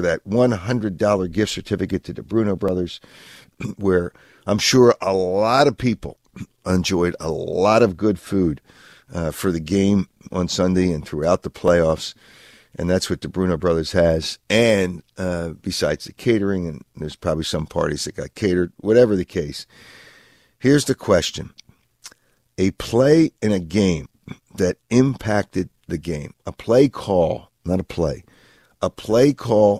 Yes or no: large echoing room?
no